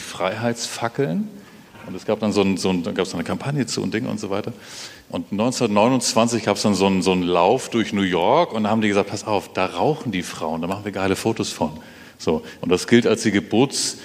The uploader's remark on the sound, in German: Live vom BAM! Bock auf Morgen Festival 23